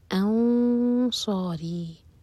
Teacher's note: نون کے بعد صاد ہے تو یہاں پر ہم صاد کے لیے اخفاء کریں گے